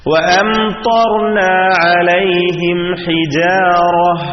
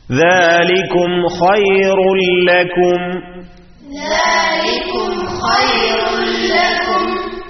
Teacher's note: സുക്കൂനുള്ള മീം ഹർഫുകളുടെ മുമ്പിൽ വെളിവാക്കിക്കൊണ്ട് ഇൽഹാർ ചെയ്തുകൊണ്ടാണ് ഉച്ചരിച്ചത്. വഅംതർന എന്ന് പറഞ്ഞ ഒറ്റ പദത്തിലാണെങ്കിലും അവിടെയും ഇൽഹാറാണ്.